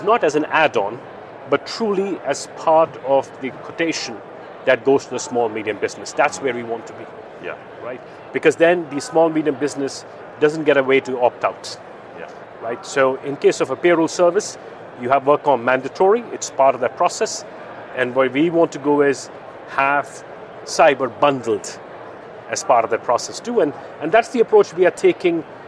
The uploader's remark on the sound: Live from ITC. The 'Live at ITC' conversations at the Vegas InsureTech Connect confernce.